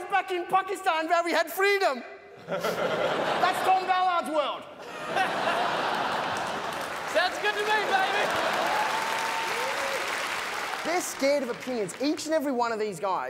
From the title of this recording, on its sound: 2016 Melbourne International Comedy Festival Great Debate